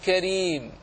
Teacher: مرققة لأنها راء مكسورة